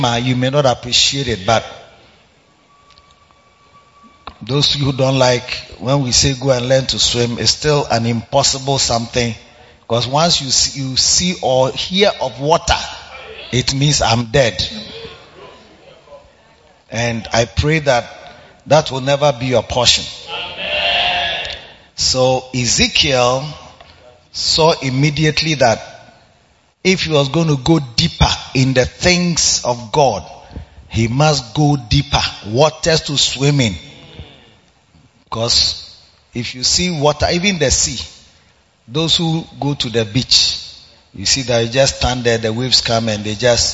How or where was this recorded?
live audience